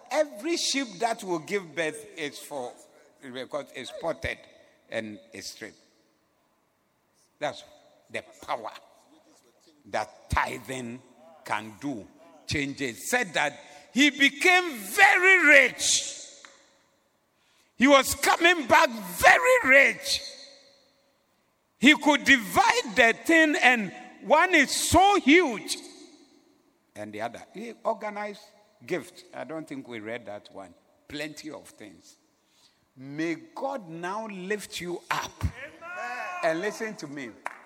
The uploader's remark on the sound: Preached at the Zeloo Service